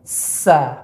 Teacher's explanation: Ketika sa atau ta, maka pangkal lidah tidak naik, Pak. Ya, sa. Padahal so, Bapak naikkan pangkal lidah karena dia memiliki sifat tebal.